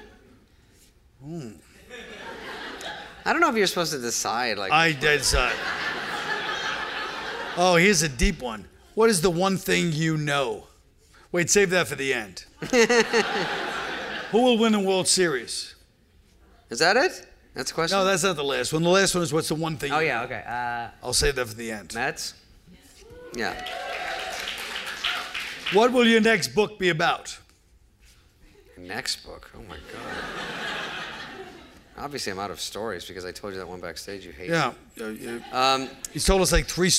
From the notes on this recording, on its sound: The conversation was recorded on October 25, 2015 in front of a live audience at New York’s 92nd Street Y.